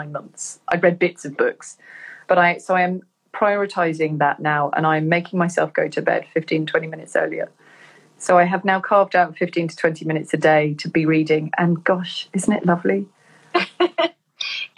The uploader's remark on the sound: an Instagram Live